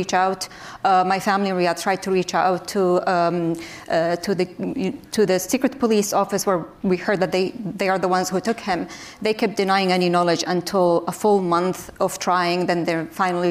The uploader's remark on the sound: Women speaking truth to power at Post Live’s Global Women’s Summit.